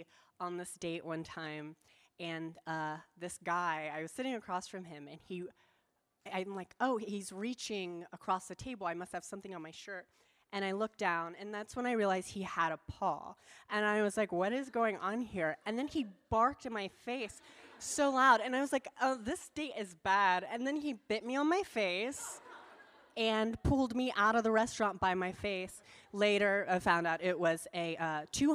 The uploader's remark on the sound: Recorded Live at BRIC House.